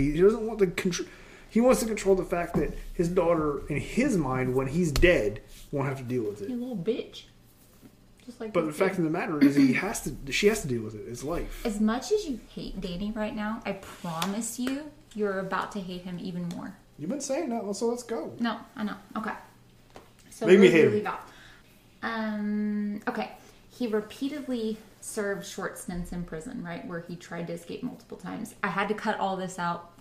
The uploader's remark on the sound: We record in our office, so we do pick up some background sound from the house and we did order some new equipment to help improve sound.